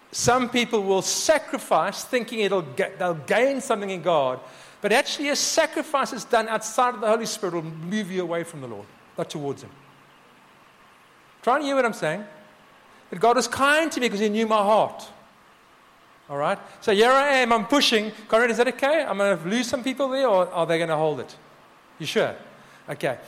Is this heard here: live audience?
yes